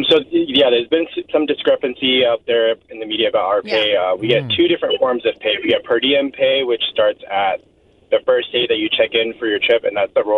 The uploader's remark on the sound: People called in anonymously